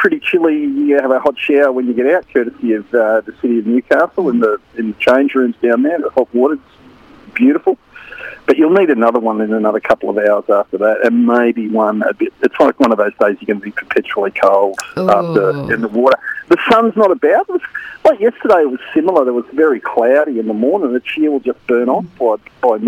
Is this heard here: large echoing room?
no